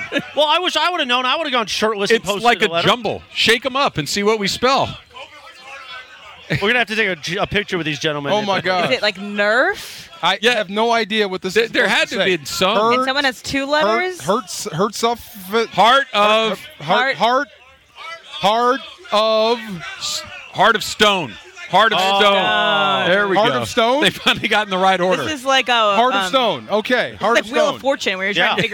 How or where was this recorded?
busy venue